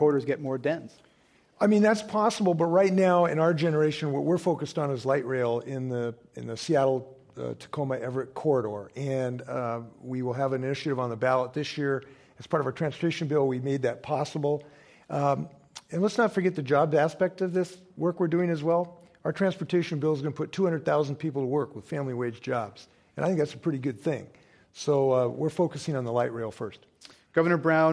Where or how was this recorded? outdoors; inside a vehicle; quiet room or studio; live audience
live audience